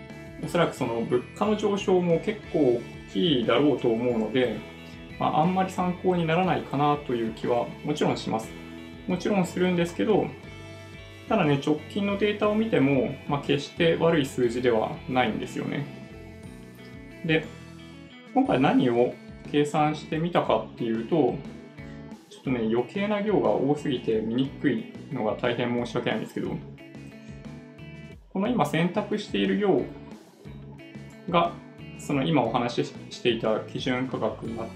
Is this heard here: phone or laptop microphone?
yes